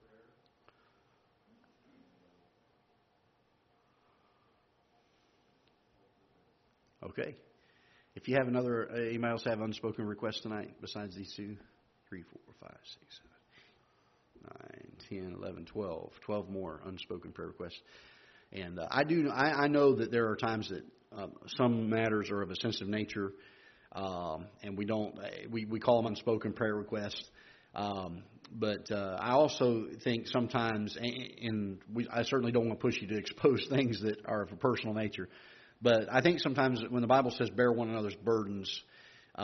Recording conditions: large echoing room